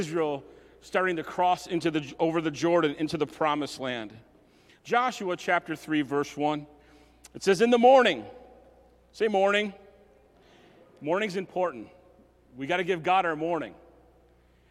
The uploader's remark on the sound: message recorded at Southtowns Christian Center